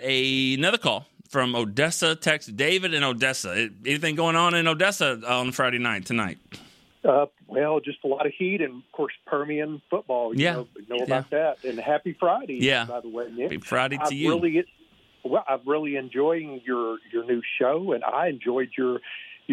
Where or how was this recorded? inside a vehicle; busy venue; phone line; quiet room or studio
phone line